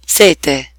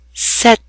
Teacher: Double consonants are sounded twice as long as single consonants, and the double consonants actually fall into two different syllables · Shown in: second take